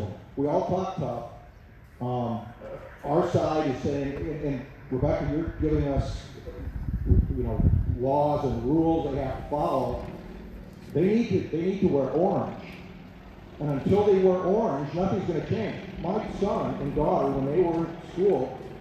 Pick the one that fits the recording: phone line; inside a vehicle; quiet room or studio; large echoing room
large echoing room